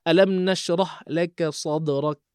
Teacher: huruf kaf tu kan sifat dia hamas, bernafas